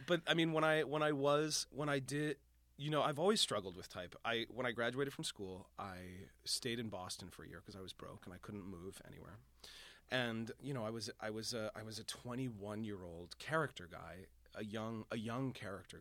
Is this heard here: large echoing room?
no